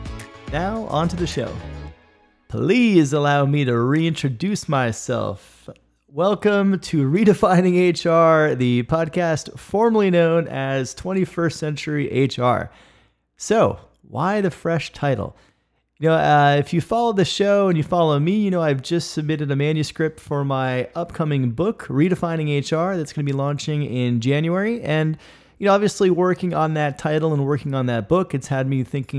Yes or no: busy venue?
no